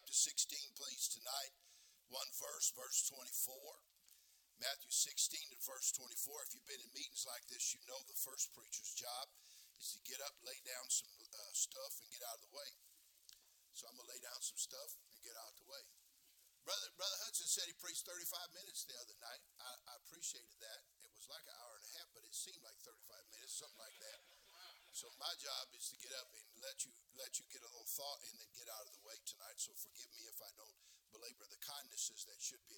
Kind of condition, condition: setting, large echoing room